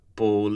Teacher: with a light L beginning the is word